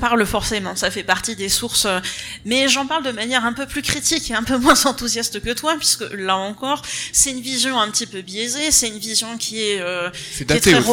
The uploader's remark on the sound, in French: Les voix des Livres salon Imagibière table ronde. Le replay de la table ronde d'Imagibière organisé par la Brasserie de l'être à Paris.